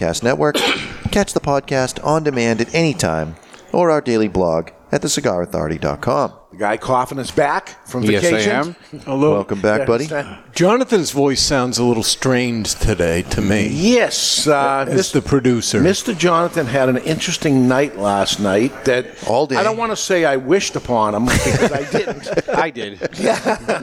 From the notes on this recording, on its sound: Is recorded live in front of a studio audience at Studio 21 Podcast Cafe upstairs at Two Guys Smoke Shop in Salem, NH.